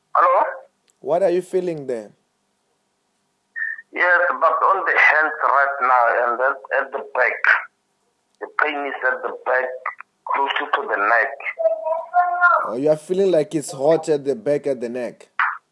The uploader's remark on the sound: Deliverance in Botswana over the phone.